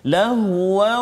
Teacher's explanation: bunyi tanwin tu masuk dalam waw. Lah berserta dengan dengung dua harakat. · Term: idgham ma'al gunnah